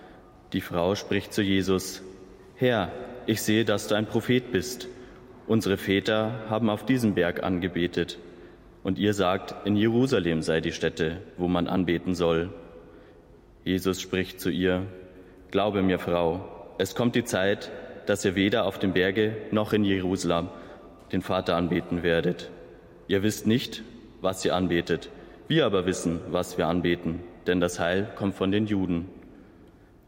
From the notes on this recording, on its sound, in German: Live-Gottesdienstübertragung aus der Christuskirche in Landshut